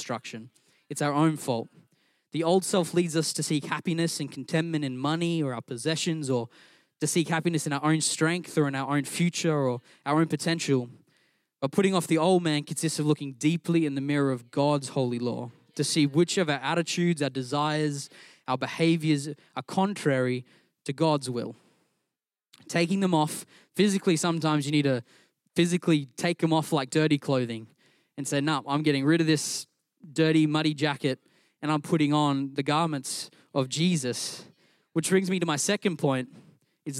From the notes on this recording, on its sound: Recorded during our Melbourne East service on Sunday, the 13th of August 2023.